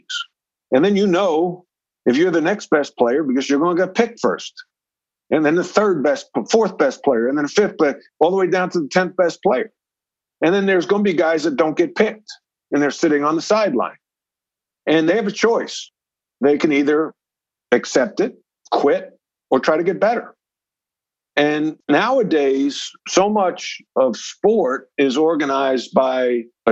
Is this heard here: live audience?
no